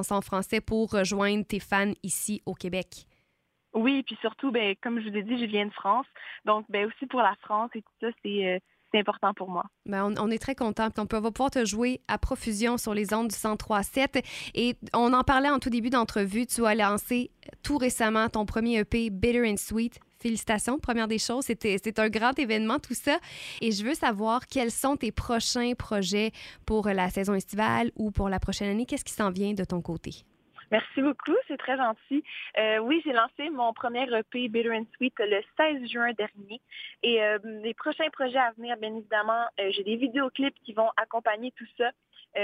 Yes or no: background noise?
no